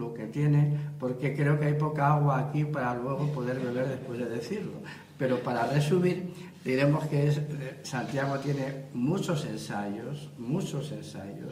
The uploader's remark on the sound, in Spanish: Charla en Gijón organizada por la Asociación Cultural Héroes de Cavitey